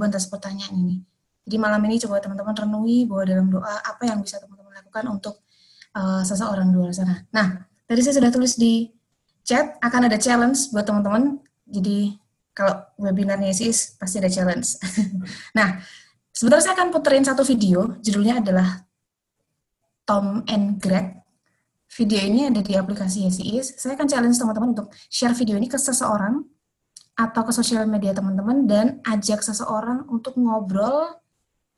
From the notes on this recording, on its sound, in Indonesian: rekaman Webinar yesHEis